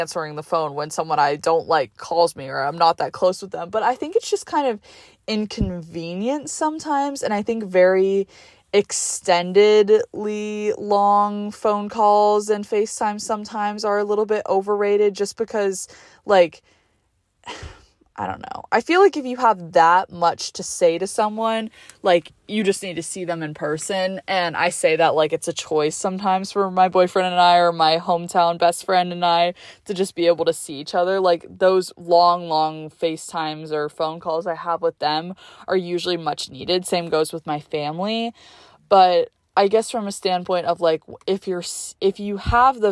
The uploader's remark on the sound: I’m home on spring break and got to record this episode in my car hehe.